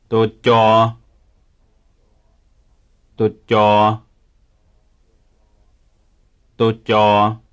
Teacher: In making this sound, the blade of the tongue is pressed up against the hard palate, stopping the air. The vocal bands are not vibrating, and there is no strong puff of air at the end of the sound.